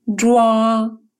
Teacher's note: В финале «уа» произносится как сочетание русских звуков «уа», где «у» очень короткое